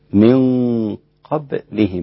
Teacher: انتبه إلى الإخفاء مع القاف، إخفاء له صفة الغنة المفخمة